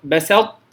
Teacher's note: فنأتي بصفة الإطباق ثم ننطق بالتاء المرققة أو المستفلة دون الإتيان بحرف الطاء كمخرج